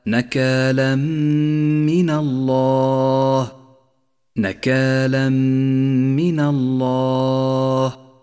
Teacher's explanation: ثم لاحظ بعد ذلك حكم الإدغام بغنة عند قوله تعالى نكالا من الله نكالا من الله، جاء التنوين وجاء بعده حرف الميم وهو حرف إدغام بغنة، والواجب هنا أن نسقط التنوين من اللفظ وأن نقف على حرف الميم بغنة زمنها حركتان